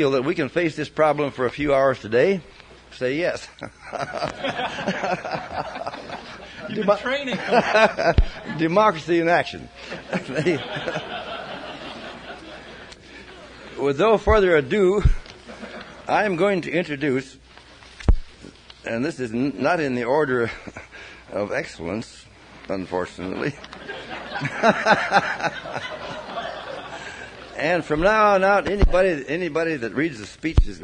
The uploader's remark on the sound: In this talk from an archival Eco-Ag Conference presentation. A few farmers in the audience.